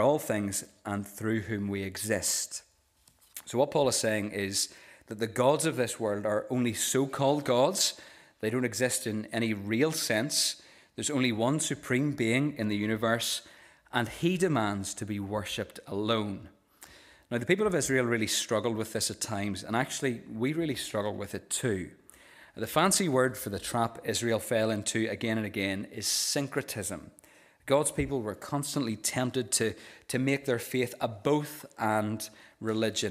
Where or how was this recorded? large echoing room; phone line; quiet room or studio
large echoing room